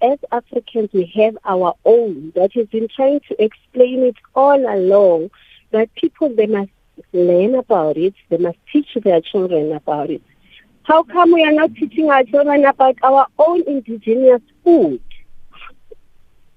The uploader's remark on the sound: we are joined on the line